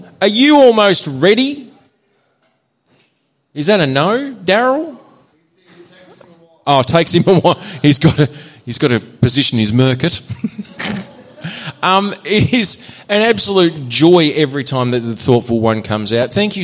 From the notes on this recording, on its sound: Live Show. With a kickass live audience.